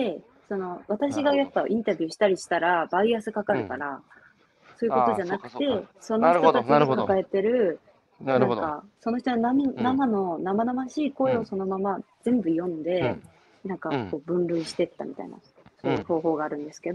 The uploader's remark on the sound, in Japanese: 歩きながら1時間、対談する